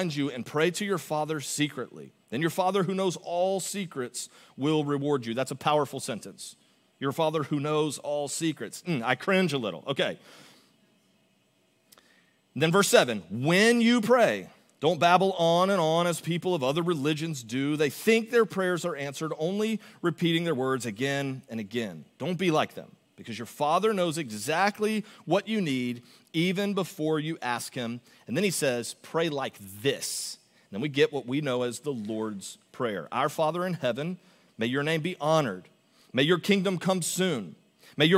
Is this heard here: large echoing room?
yes